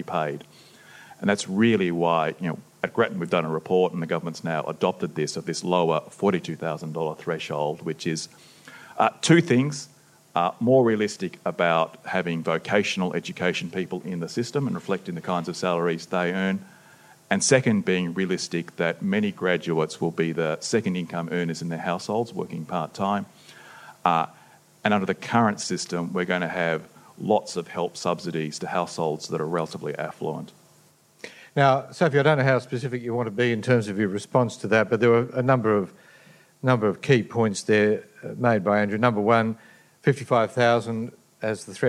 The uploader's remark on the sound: The Policy Shop podcast and the Grattan Institute co-hosted a special Policy Pitch event at the State Library Victoria. This recording has been edited for duration.